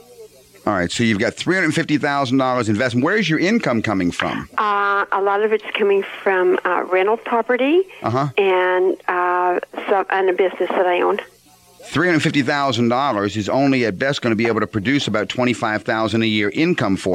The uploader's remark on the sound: call-in show